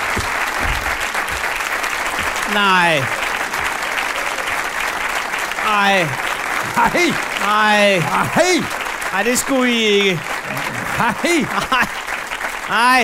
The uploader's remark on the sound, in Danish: Er landet i et meget sneklædt Vordingborg. Her sender de afsnit 57 i ly af Gåsetårnet – LIVE på spillestedet STARS.